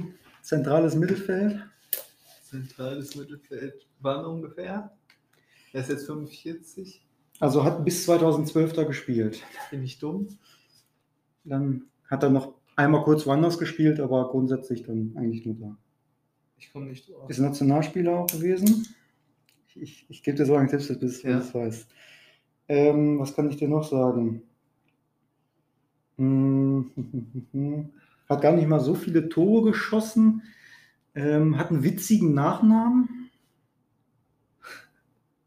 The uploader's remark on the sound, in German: Ihr werdet schnell merken, dass der Sound noch nicht ganz stimmig ist.